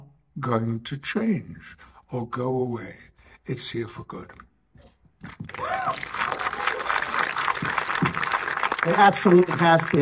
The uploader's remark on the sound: Audio from the Picard Season 3 IMAX Q&A Panel.